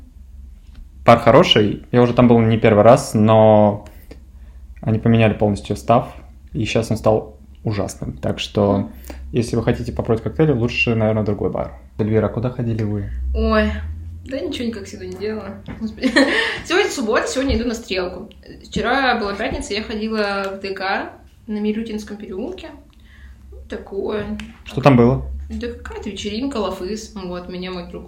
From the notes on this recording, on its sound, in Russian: В этом выпуске есть проблемы со звуком, мы постарались решить их, как могли, но осадочек мог остаться.